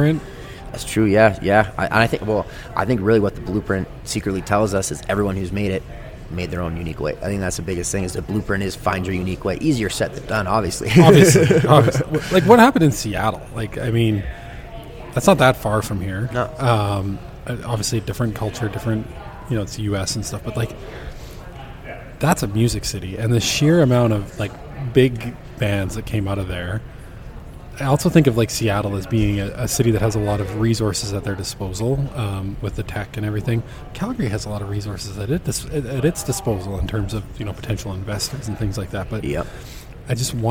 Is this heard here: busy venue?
yes